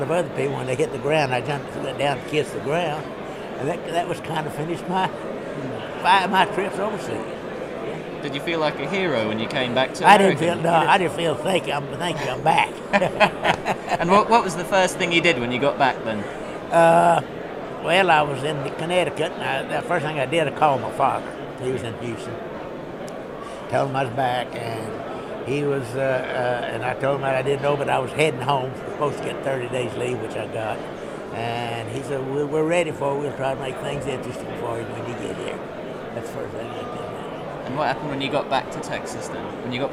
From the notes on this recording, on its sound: recorded by students from Norwich University College of the Arts at the 61st convention of the 2nd Air Division Assn, Dallas, Texas (17th - 20th October 2008)